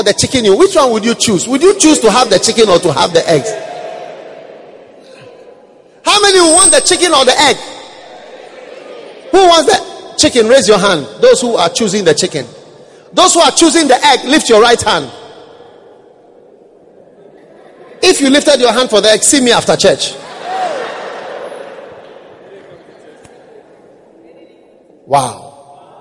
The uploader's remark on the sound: Preached at the First Love Center.